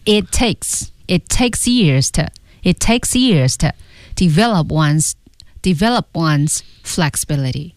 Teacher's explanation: 那这句话最慢的两个单词就是一个是 years，其次是 take。而其他的词呢语速还有点偏快